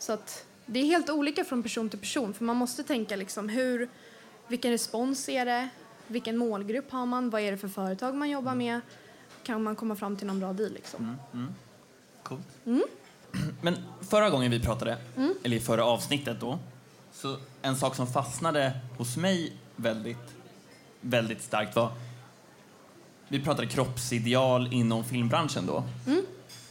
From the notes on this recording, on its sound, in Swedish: En reunion på Haymarket Hotel. Ägde en livepodd rum tillsammans med Hemma hos Gretas.